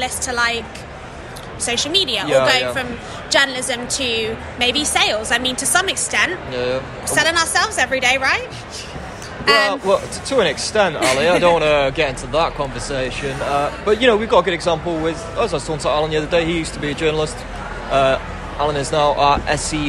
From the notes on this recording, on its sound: Live from the show in Las Vegas, looking at the sessions, themes and expo atmosphere through a future of work lens.